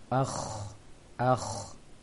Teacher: Ya, seperti apa membaca kho pada huruf sukun dalam pembahasan akh. Akh, dikuatkan tiupan angin yang keluar dari tenggorokan atas. Akh, akh, sembari agak membulatkan mulutnya. · Term: kho sukun